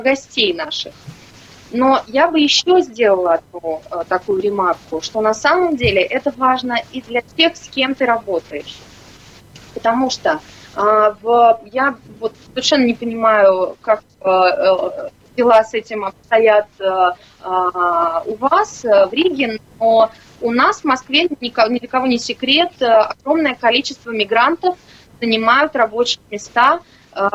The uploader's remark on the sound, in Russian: В эфире программы «Открытая Кухня» созваниваемся